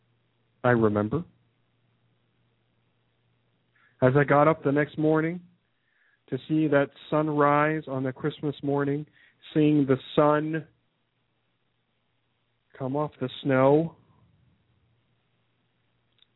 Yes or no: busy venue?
no